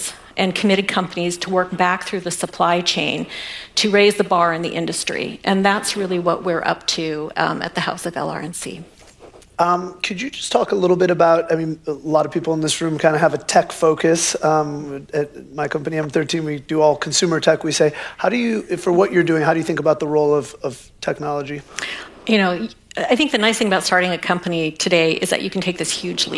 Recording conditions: live audience